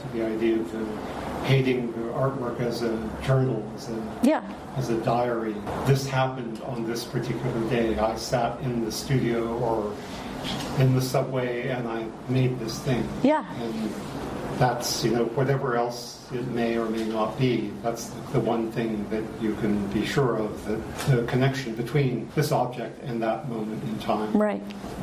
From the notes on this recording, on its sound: Produced by Jennifer Baahng Gallery. Recorded live on Saturday, October 8, 2022, at 2 pm. Solo exhibition at Jennifer Baahng Gallery in New York.